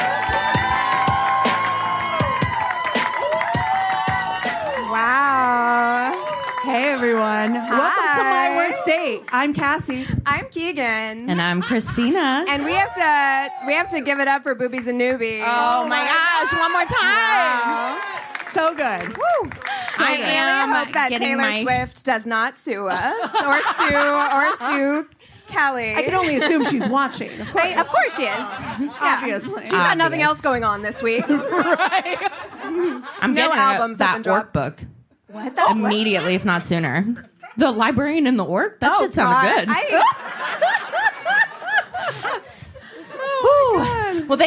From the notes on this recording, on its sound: We've chosen to release the audio from our live show at the Dynasty Typewriter in Los Angeles.